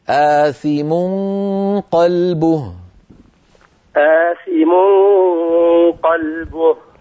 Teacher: طيب أخفي النون عند القاف